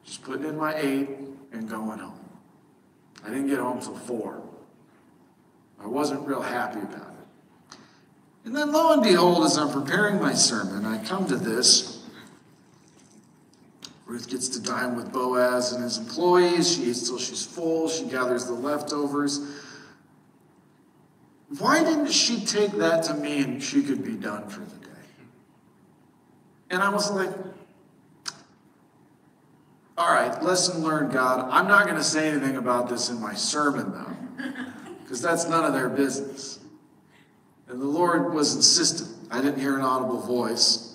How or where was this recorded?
large echoing room